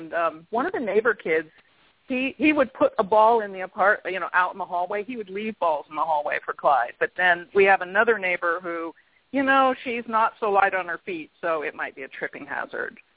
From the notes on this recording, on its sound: open up the lines for listeners to call